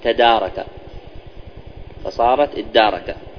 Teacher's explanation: حصل إدغام كما قلنا بسبب وقوع التاء مع أختها القريبة في مخرجها، والتاء غالبا إذا وقعت مثل هذا المعنى فإنها تدغم من جنس الحرف المذكور.